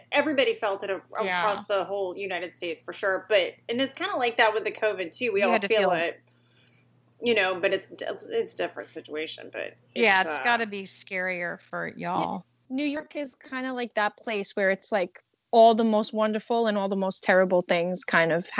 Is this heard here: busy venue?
no